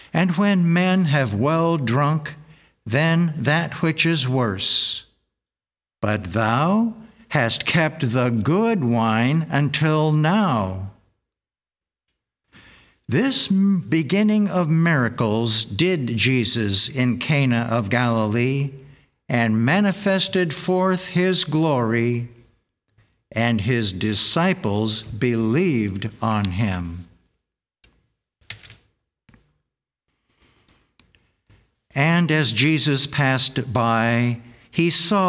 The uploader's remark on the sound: The Sunday service audio